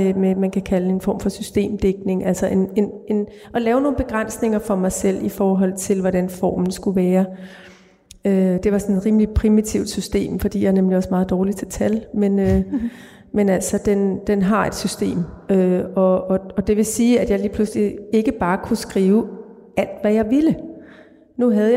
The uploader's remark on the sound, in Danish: som er optaget i Vor Frue Kirke i Aarhus under litteraturfestivalen LiteratureXchange